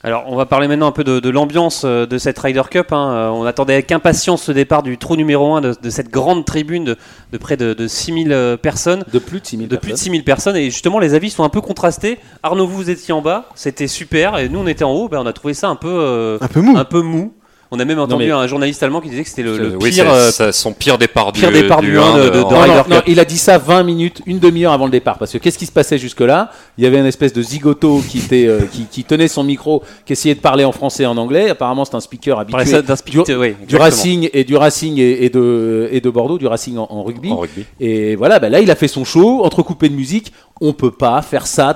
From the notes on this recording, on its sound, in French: Enregistré le vendredi 28 septembre 2018 au Golf National, 78180 Saint-Quentin-en-Yvelines